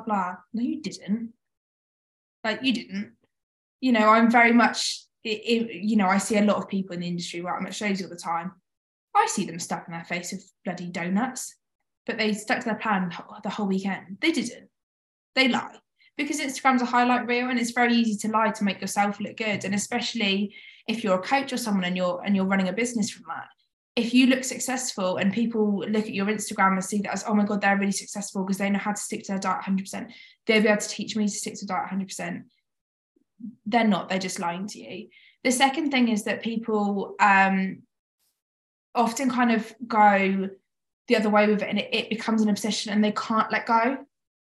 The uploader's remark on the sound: This episode started life as a webinar I delivered to some incredible women on the topic of post show.